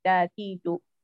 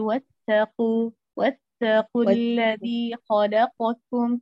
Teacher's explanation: التاء المتحركة فيها همس، لكن همس خفيف · Shown in: second take · ما يكون في المتساكن، فيكون تكون مهموسة أي، لكن لا نبالغ في الهمس حتى إخراج الهواء كالساكن.